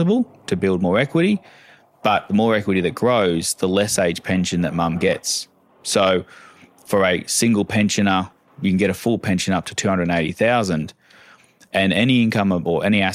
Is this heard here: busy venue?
no